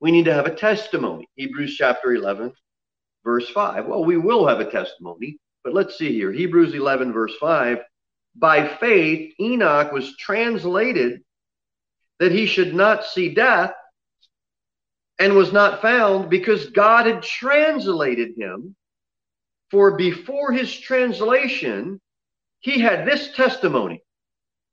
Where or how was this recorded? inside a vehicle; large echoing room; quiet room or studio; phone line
large echoing room